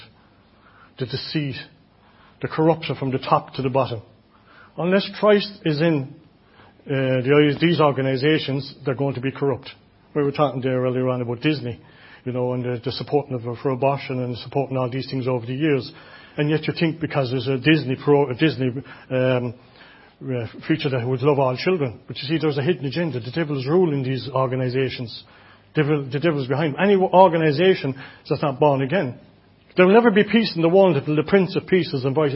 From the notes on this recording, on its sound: Audio recording of the Sunday morning Bible Teaching. Enniscorthy Christian Fellowship, Enniscorthy, County Wexford, Ireland.